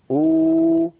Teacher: أبدل الهمزة الساكنة واوا مجانسة لضمة الهمزة الأولى فتصير أو. كذلك لا يقول العربي إ، فإن وجد ذلك في كلامه أبدل الهمزة الساكنة ياء مجانسة لكسرة الهمزة الأولى فيصير النطق إي.